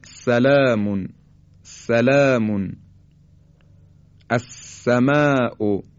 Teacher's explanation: حرف سین بدون ارتعاش تارهای صوتی به صورت خیلی ساده تولید میشه، مثل سلامون از سماء که فارسی هم دقیقا به همین شکل تلفظ میکنیم.